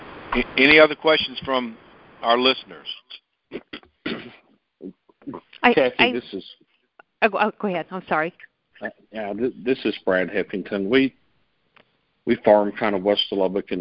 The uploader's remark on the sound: March 2020 Conference Call On Texas Crop Insurance.